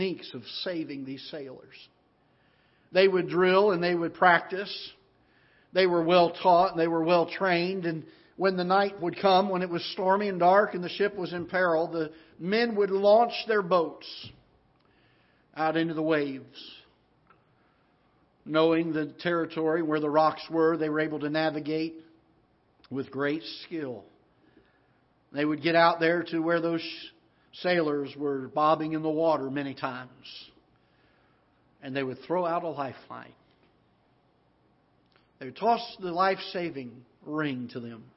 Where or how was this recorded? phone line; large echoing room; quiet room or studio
large echoing room